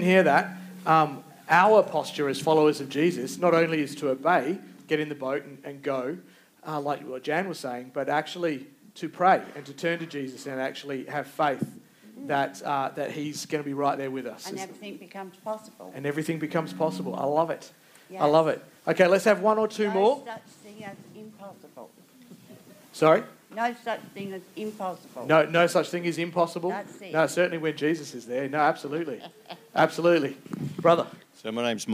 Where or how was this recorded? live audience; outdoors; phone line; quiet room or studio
live audience